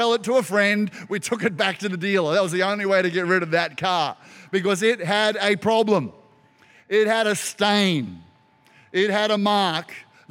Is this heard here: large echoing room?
yes